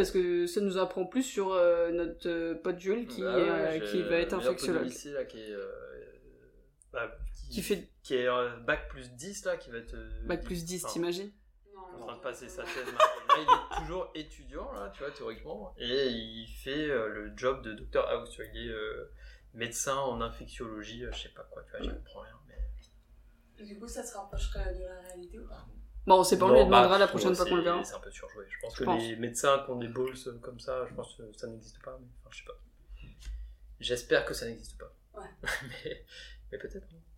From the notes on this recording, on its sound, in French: Désolé pour le petit bruit de fond, les réglages d'enregistrement sont encore en cours !